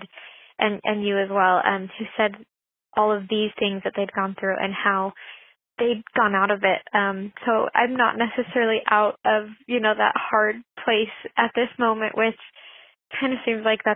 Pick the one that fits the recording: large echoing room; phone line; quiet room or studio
phone line